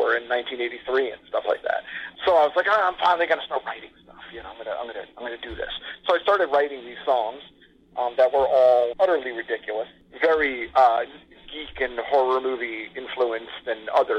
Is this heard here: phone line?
yes